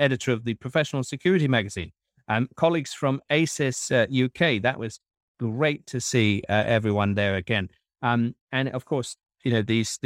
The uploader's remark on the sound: Live from The Security Event | Birmingham. This week we’ve been out in the wild where we recorded the show live from The Security Event, a physical event held in Birmingham, UK. Interviews recorded on location.